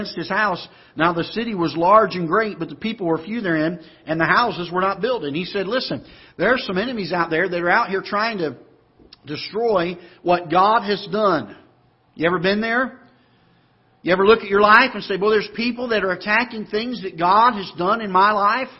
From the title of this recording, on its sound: Ketha Heights Baptist Church ~ Live Broadcast